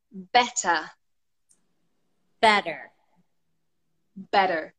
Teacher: In American English, the T sound in the middle of a word is like D. It almost sounds like a fast D.